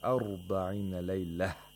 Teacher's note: this laylah, which is a place of waqf, is pronounced like a ha.